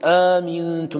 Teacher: ميم مكسورة، فلا حاجة أن تزيد، فتقول آمنتم بالقصر، فمن زاد فقد غلط.